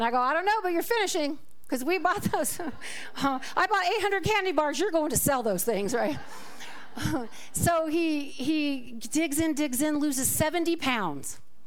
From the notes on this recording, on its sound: This talk was recorded live at the Center for Spiritual Living Prescott on February 4, 2024.